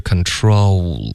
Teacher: 这个 o 双元音滑动嘴唇的动作还是需要的